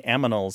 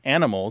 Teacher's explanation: In my house, my wife likes to say aminals instead of animals because it's a common metathesis, the transposition of the sounds · Shown in: first take